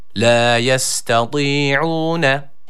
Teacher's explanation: Öncelikle tı harfine dikkat ediyoruz. ı-ı arası bir sesle bir elif miktarı uzatıyoruz. Kalın bir harftir.